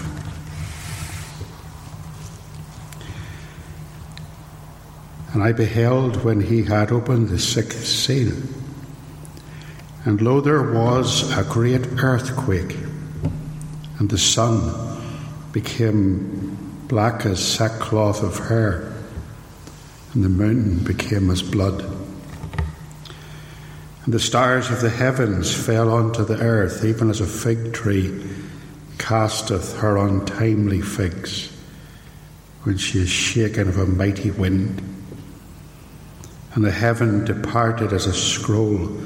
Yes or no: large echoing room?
yes